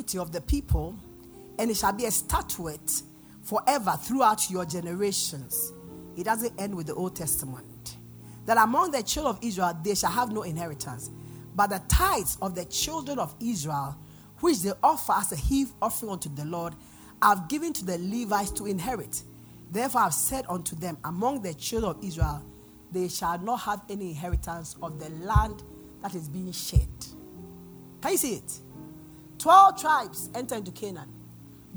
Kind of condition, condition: setting, large echoing room